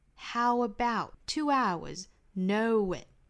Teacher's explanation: a 包括两种双元音 o 或者 ow 它们之中的任意一个后面不管加什么元音都要加这个小小的短快的 w how about 2 hours know it 都是加 w 的发音也是一样大家不要发成十足的那个 w 而是非常短快的非常轻快的那个 w